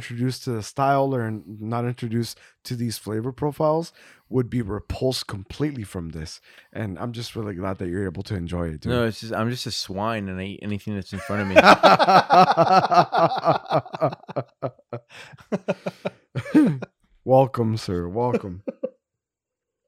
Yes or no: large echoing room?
no